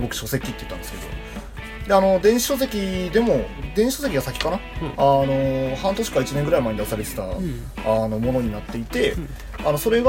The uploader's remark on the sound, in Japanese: 録音機材：iPhone7